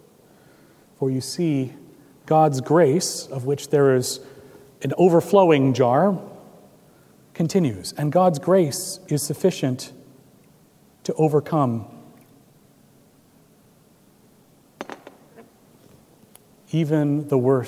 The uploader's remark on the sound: at Trinity Presbyterian Church in Bixby, Okla.